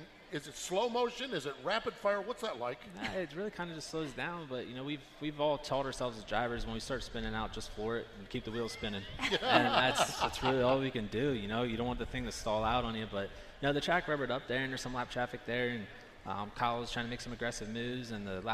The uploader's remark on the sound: From the AGCO Jackson Nationals. Broadcast live from Jackson Motorplex.